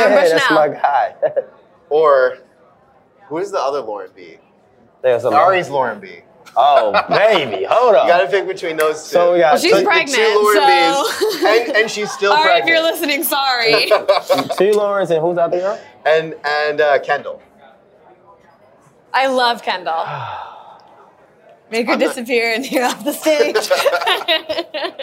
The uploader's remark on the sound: Recorded Live From Xfinity Reality Week In South Beach Miami. Immediately following the “Bachelor” season 23 premiere.